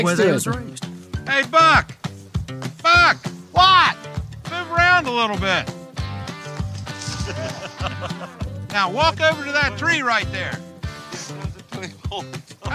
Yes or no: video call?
no